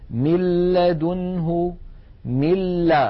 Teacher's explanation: مثال إدغام النون الساكنة في اللام: من لدنه، ملا. لاحظوا من الميم إلى اللام مباشرة، وننطق لاما مشددة ولم يبق من الغنة شيء. من لدنه.